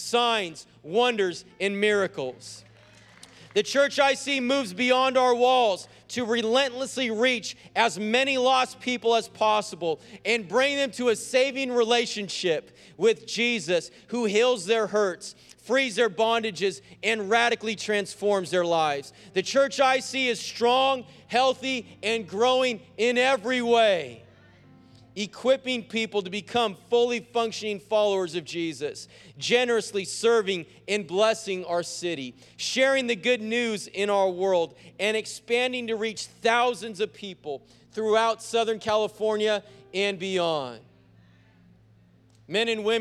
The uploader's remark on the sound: preached on January 30th at the 11:30AM service